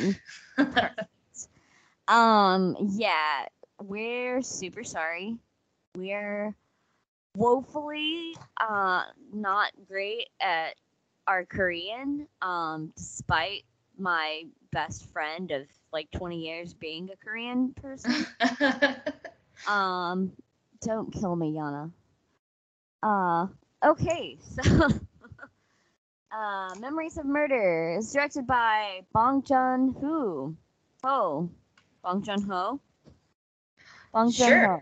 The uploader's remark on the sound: Please excuse some minor audio issues.